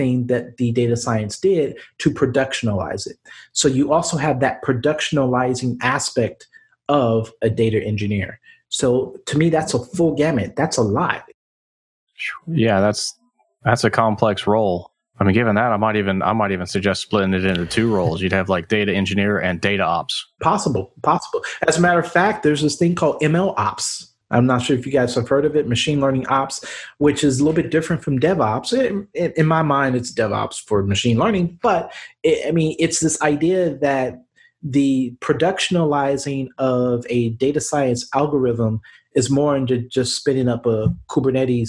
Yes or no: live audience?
no